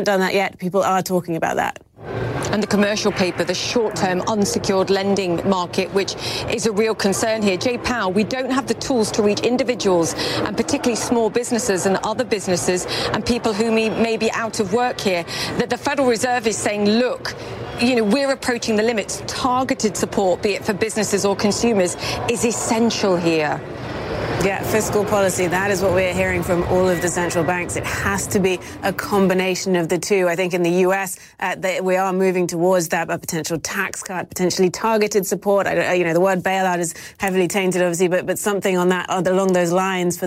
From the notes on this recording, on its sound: live from the New York Stock Exchange